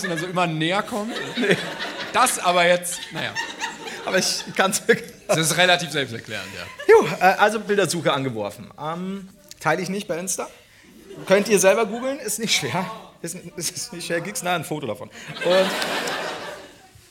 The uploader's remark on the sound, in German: Der erste Stop der großen Brainpain-Tour! Live aus Berlin vor rappelvollem Saal.